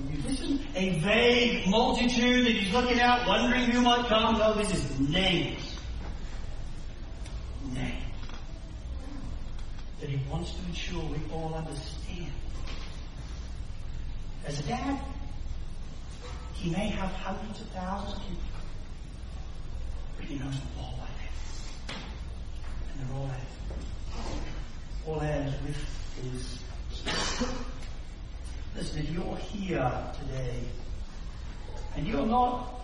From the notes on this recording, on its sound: Sermon recording from Sunday 7 May 2023